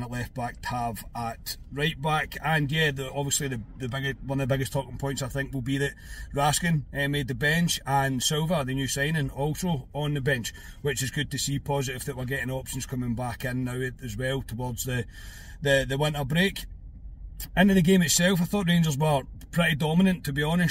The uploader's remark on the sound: Reaction from the car after leaving Ibrox.